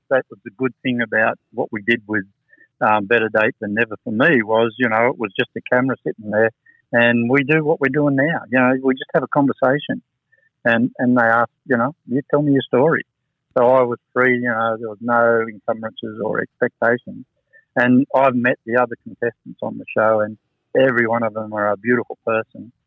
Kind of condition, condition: link, phone line